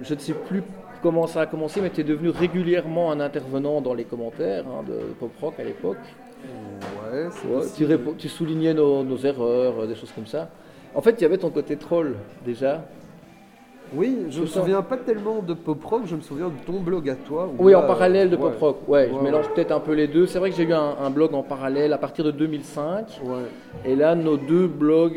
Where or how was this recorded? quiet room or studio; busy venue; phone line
busy venue